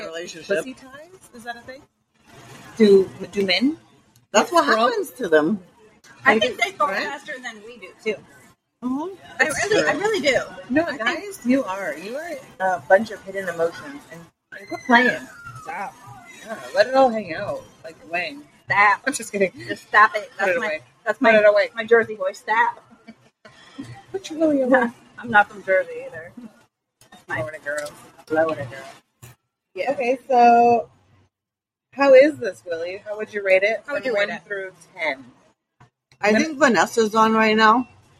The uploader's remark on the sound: FB LIVE from Gatlin Hall Brewing. We are FB live for this episode of FML Shenanigans. LIVE at #gatlinhallbrewing #orlando.